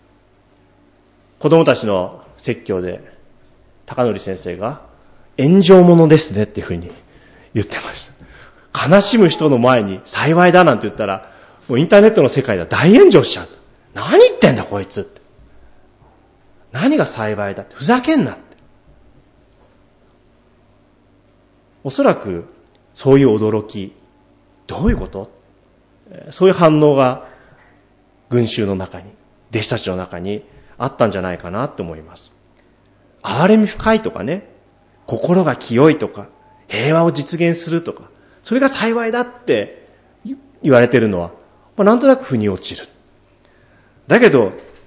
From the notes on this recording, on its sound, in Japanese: 主日礼拝説教録音